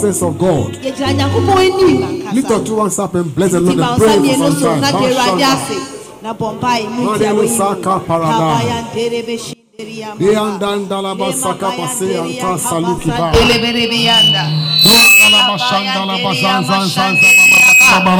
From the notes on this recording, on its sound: Preached at LCC Goshen